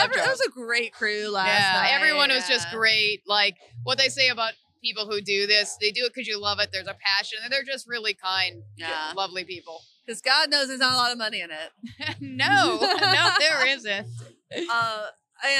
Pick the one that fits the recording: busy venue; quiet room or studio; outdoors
busy venue